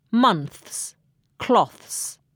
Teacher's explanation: month 和 cloth 都以轻辅音 th 结尾，也可以叫做齿尖音或摩擦音。字母 s 在轻辅音后的读音是 s，所以 ths 就读成 ths，months，cloths。下面再请 Neil 通过几个例句来帮助大家巩固在轻辅音 th 后面加上 s 的读音。